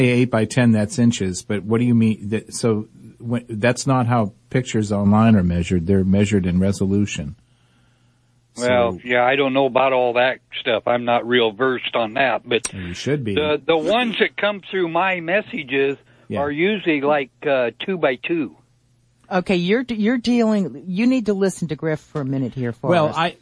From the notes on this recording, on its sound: Open phones, Contact Us email and more.